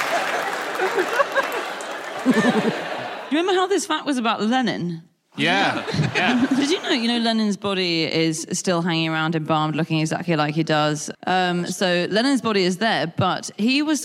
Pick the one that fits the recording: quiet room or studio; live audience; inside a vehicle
live audience